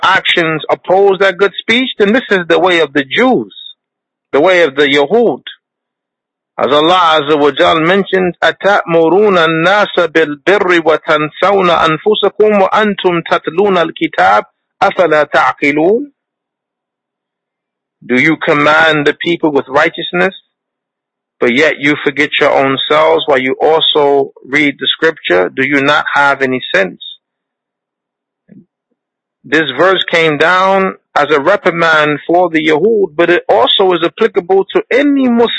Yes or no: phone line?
yes